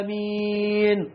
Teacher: اللحن في كلمة آمين، فيقصرون في مكان المد ويمدون في مكان القصر